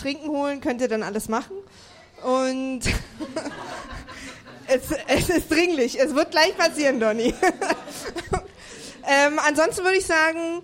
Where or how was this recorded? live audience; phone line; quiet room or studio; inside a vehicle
live audience